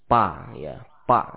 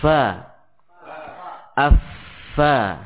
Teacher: makhrajnya adalah bibir dalam atau bibir bawah bagian dalam bertemu dengan ujung gigi seri atas · Shown in: second take · ya, bukan dengan kedua bibir pa, ya, pa, ya, tidak demikian. · Term: huruf fa yang fasih